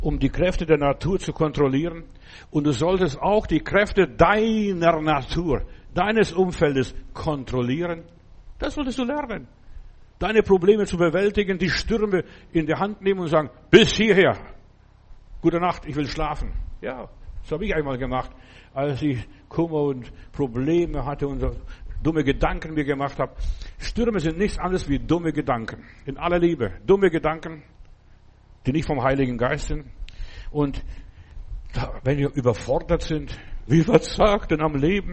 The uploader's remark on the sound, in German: im Gemeinde-Zentrum in Berlin aufgenommen